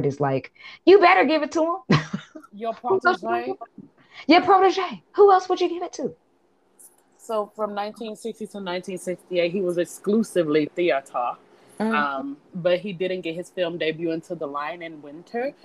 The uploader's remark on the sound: Glitchy AF, apologies.